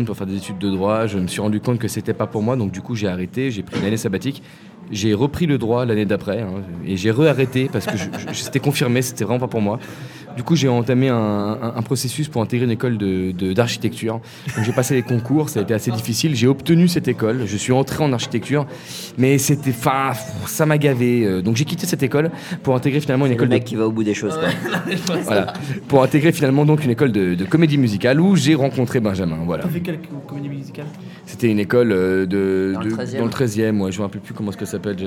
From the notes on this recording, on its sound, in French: Nous enregistrons cette émissions dans les coulisses du bestoff d&#39;avignon. Nous enregistrons cette émissions dans les coulisses du bestoff d'avignon.